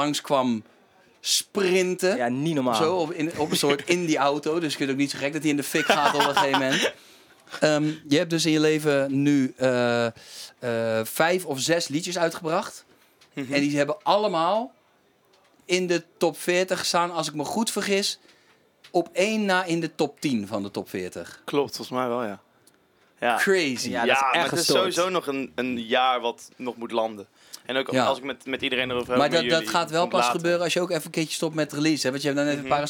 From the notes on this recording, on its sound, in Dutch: Feest in de kleinste kroeg backstage bij De Vrienden van Amstel LIVE